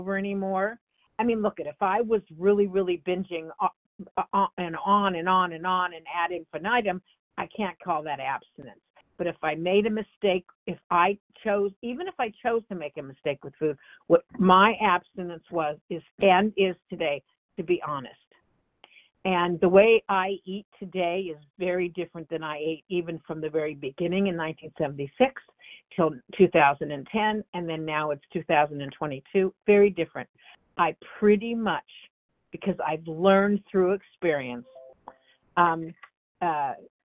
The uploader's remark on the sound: from the 100 Pounders Phone Meeting